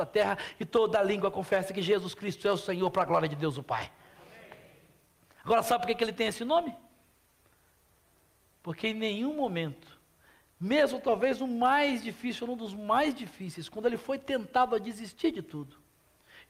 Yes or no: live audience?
yes